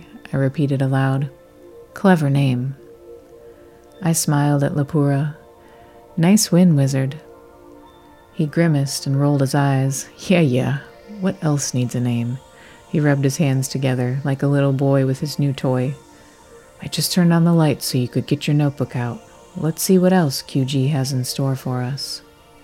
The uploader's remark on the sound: The wizard mixed in his magical machines and romantick engineering to create an ambient soundscape that truly captures the energy of our space. This little sound bite from inside Creacada, featuring the classic arcade and print house sounds of the Q.